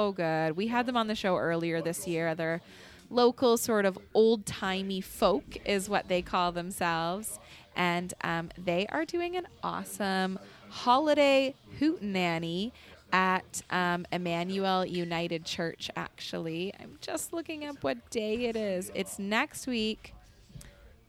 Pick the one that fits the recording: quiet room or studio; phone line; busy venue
busy venue